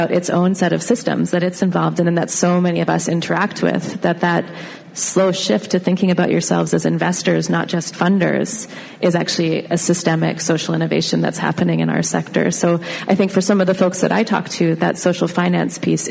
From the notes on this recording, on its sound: Live from EconoUs 2019. We are podcasting live from EconoUs, which is the Community Economic Development Conference in London, Ontario.